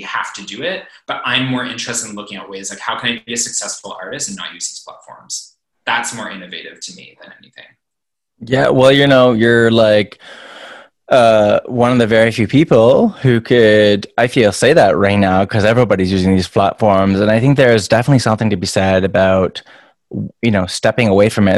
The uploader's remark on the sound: Zoom Interview